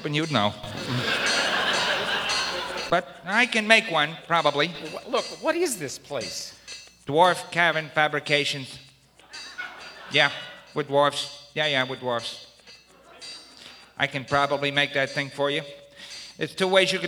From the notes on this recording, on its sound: recorded before a live audience